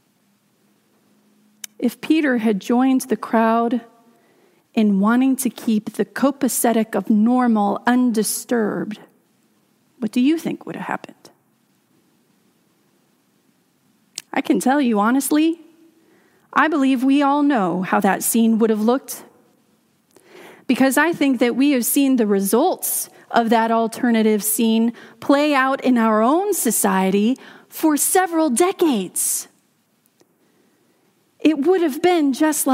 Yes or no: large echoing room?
yes